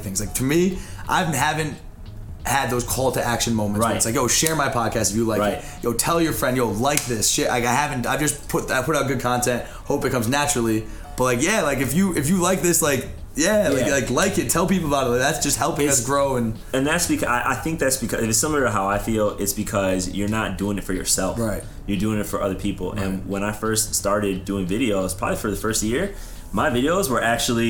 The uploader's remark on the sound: This podcast was recorded at The Nike Opening in Dallas, TX.